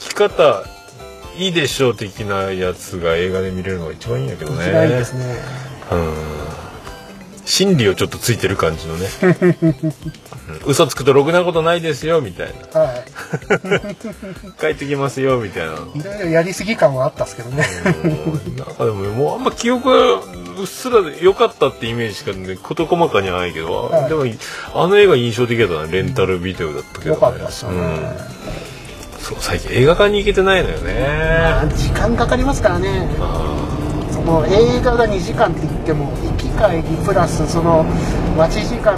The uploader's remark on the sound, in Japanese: 送ってもらいながらの収録です。オルネポ奇跡の愛知県ラスト配信。